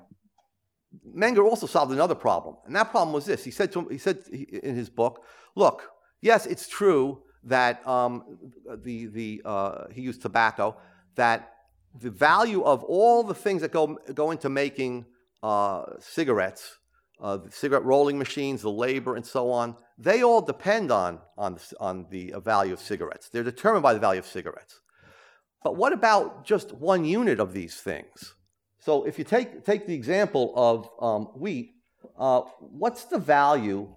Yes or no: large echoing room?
yes